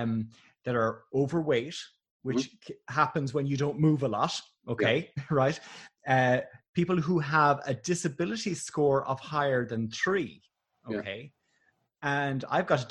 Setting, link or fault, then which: link, video call